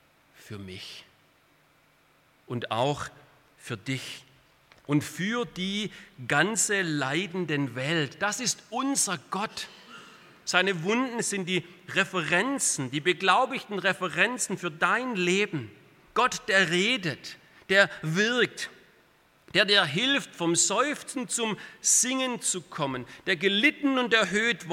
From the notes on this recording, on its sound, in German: aus dem Gottesdienst der Liebenzeller Mission